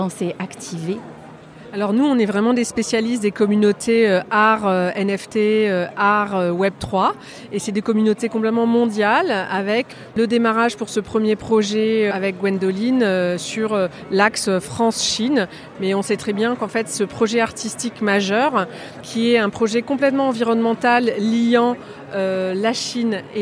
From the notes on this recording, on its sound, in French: Spécial NFT Paris. Episode Spécial enregistré en Live au salon NFT Paris. Aujourd'hui, j'ai rendez vous au Grand Palais éphémère pour l'événement tech le plus hype de l'année à Paris le salon NFT Paris.